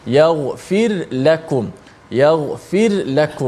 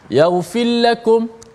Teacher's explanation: uh, kesalahan yang biasa berlaku ialah uh, menenggelamkan huruf ra seakan-akan ra itu diidghamkan ke dalam la ke dalam huruf lam · Shown in: second take